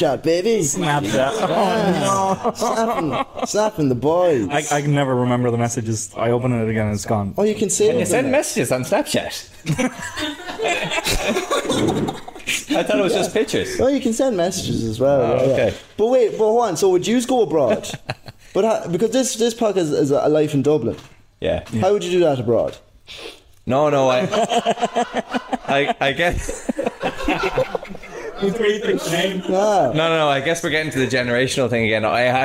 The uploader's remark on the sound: Today’s episode was a live recording in front of an audience